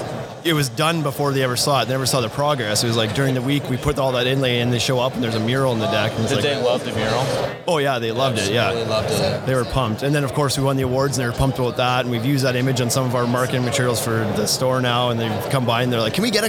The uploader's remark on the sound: Live From Deck Expo 2019. Live from the Deckorators booth in Louisville, Kentucky at Deck Expo 2019.